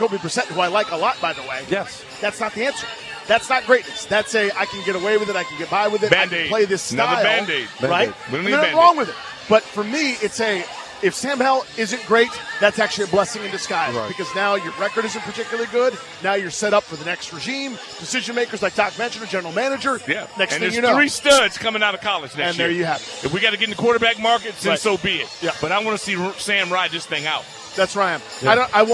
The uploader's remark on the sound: live from the Burgundy & Sold Party